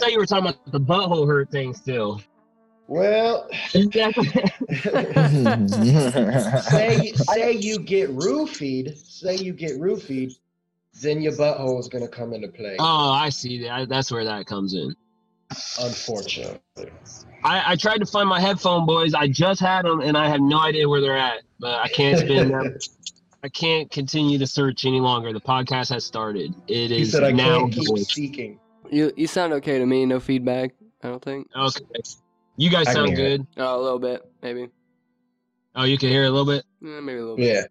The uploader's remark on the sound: Comes to you live via Zoom!